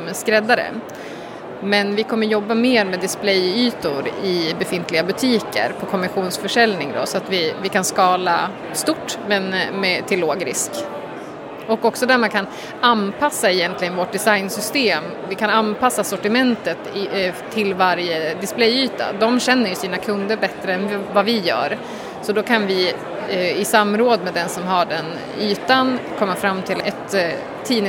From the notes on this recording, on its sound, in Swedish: Inspelat under Nordic Sustainability Expo på Stockholmsmässan i Älvsjö.